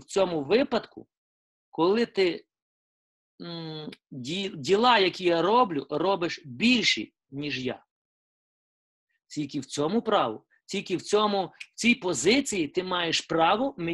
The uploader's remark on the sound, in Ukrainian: Zoom зустріч